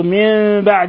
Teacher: كذلك لفظ من بعد ما عقلوه، هنا الحكم التجويدي إقلاب، قلبنا النون الساكنة ميما مخفى عند الباء